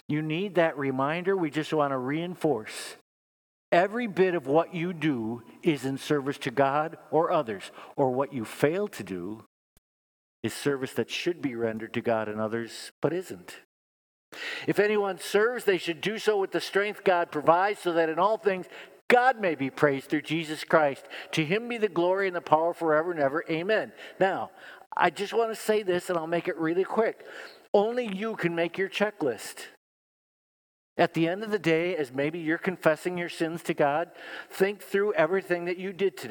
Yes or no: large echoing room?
yes